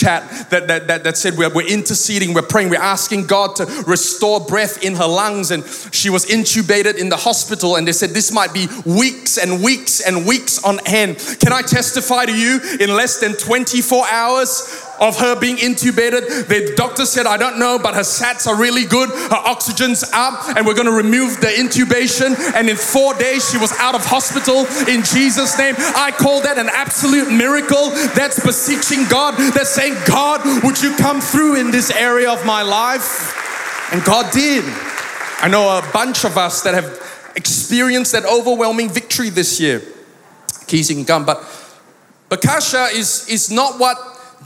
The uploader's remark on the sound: Recorded live at Planetshakers Church (Melbourne)